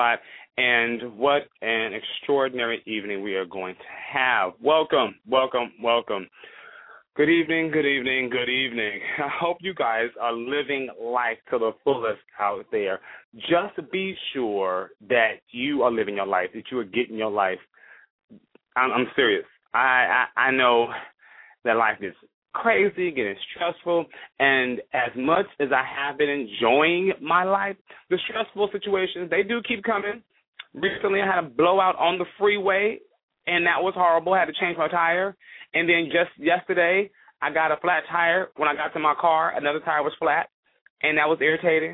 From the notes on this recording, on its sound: calling in LIVE from Afghanistan